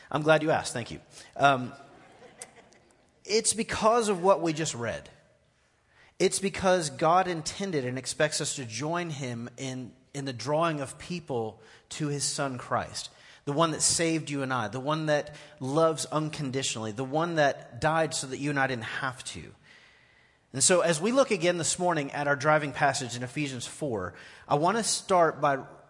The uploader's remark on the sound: Recorded live at The Fellowship at Two Rivers on February 24, 2019.